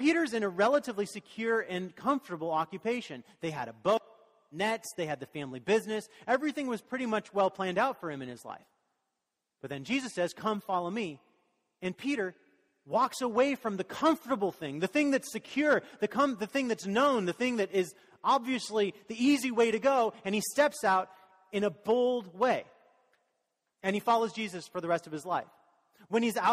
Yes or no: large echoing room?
yes